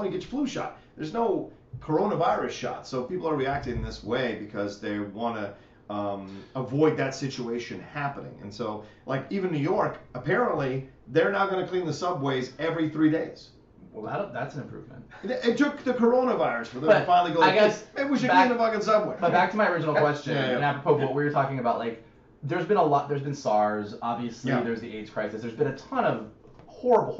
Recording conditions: poor microphone